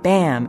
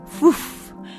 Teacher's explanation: You can feel the difference yourself by making the sounds bam and foof. The sharp burst of air following the B sound of bam will make a sharper, more percussive noise than the more gradual escape of foof. It's the same difference as letting the air out of a balloon slowly instead of popping it.